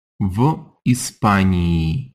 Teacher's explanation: So when we say in Spain, it gets that long e ending.